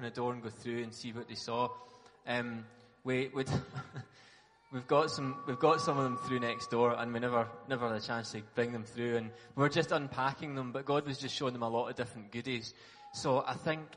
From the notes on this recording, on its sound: Talk from the transform conference.